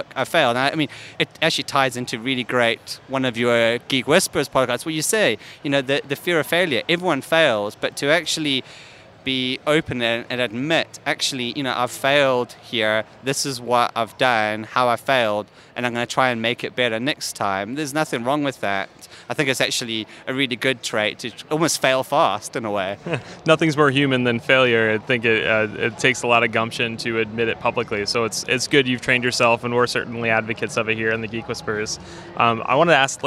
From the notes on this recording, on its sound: This podcast was recorded live at VMworld 2016 in Las Vegas.